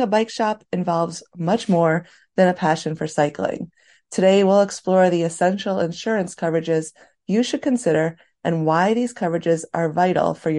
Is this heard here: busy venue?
no